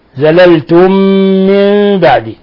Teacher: فإن زللتم، زللتم من بعد، فهذا مثال لإضغام المثلين الصغير. إضغام الميم الساكنة في الميم المتحركة بحيث يصبحان ميما واحدة مشددة